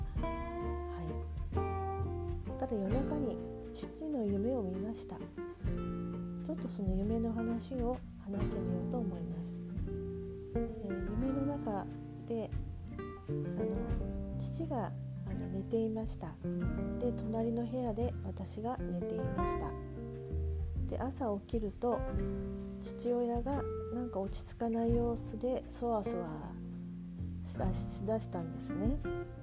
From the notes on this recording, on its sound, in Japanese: IPhoneイヤホンマイクでの収録。